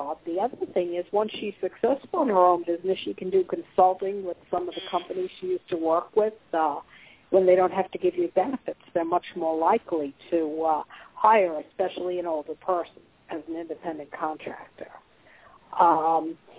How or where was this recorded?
phone line